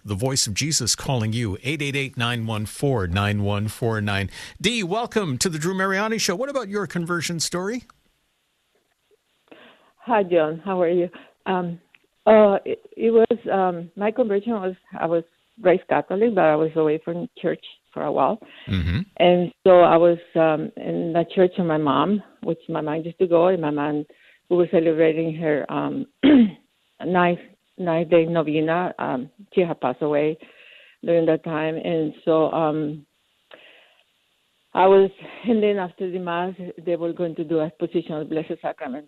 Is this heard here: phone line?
yes